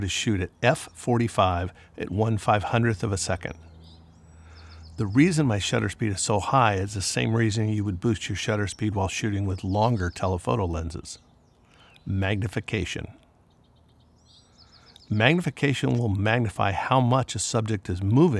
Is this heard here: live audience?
no